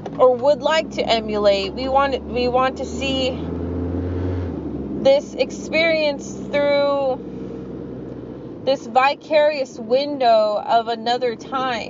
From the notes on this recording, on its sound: Another segment in the car.